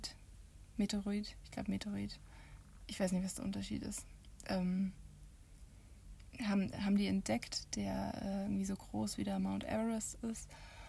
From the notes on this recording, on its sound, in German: Audio ist diesmal vom iPad, deswegen auch keine Hintergrundmusik, weil das zu dominant gewesen wäre.